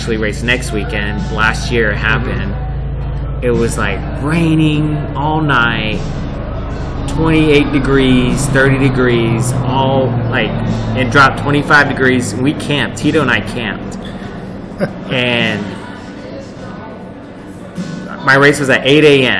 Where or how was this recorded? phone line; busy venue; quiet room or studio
busy venue